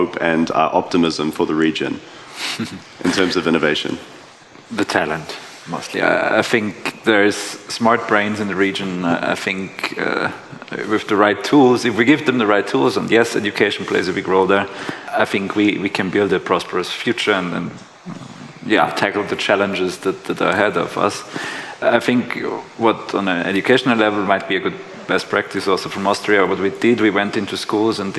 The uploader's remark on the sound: The episode was recorded during the CEE Sustainable Finance Summit in May 2022.